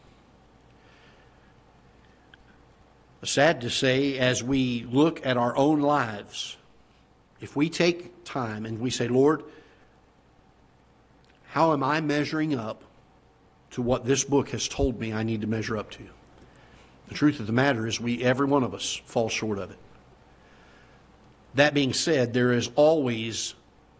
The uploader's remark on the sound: Ketha Heights Baptist Church ~ Live Broadcast